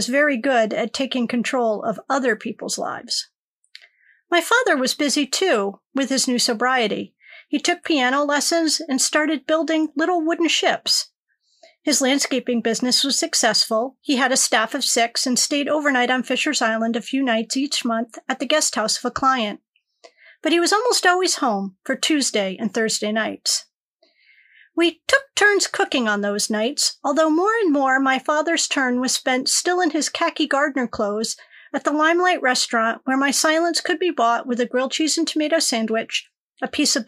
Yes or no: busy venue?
no